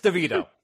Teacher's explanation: You're putting the emphasis on his third syllable. The emphasis should be on the second syllable.